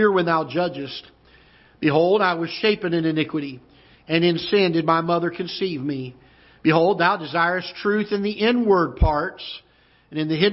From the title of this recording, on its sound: Ketha Heights Baptist Church ~ Live Broadcast